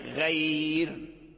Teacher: لو وقفنا على غير فنقف عليها بالترقيق غير بالترقيق.